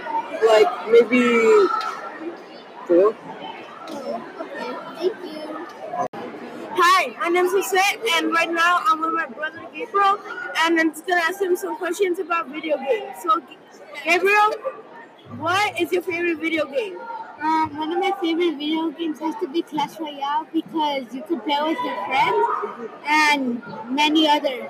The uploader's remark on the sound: our first roving podcast outside